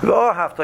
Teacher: You're stressing the word ahav